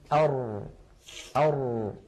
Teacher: تجد بأن الصوت لم يجري جريان أش أو أس ولكنه لم ينحبس انحباس أق أو أب · Term: الراء